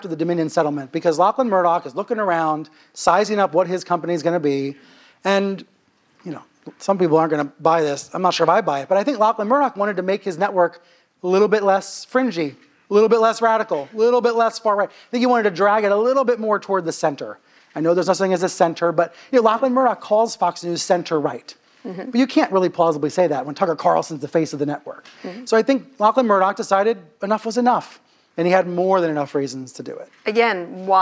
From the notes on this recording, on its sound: This interview was recorded live at 92NY.